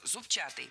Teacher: Раньше нужно было ударять второй слог «зубчатый». Однако в новый словарь, рекомендованный Министерством просвещения, внесены уже два варианта – «зубчатый» и «зубчатый».